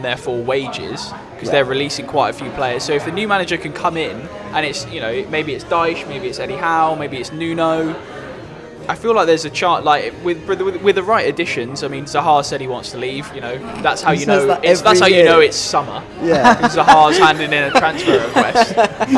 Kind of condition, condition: setting, busy venue